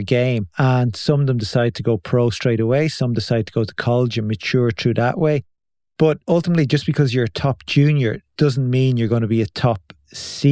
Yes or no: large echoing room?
no